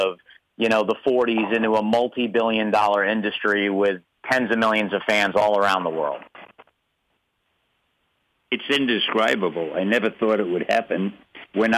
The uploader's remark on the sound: A conference call interview.